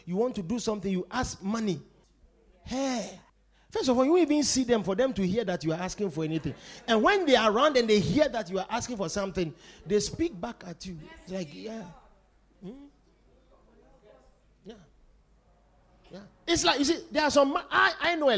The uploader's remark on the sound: Preached at The Supernatural Encounter Service.